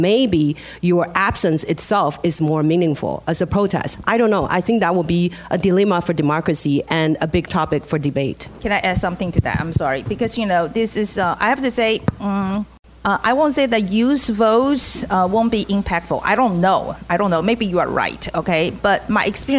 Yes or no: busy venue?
yes